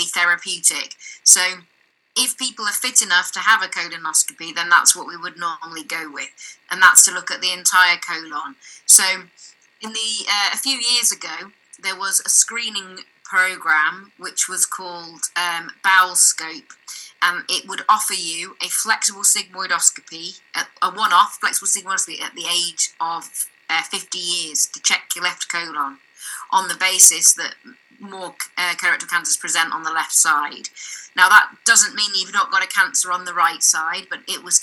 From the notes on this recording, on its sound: I do apologise for the poor audio quality on this one, IT issues!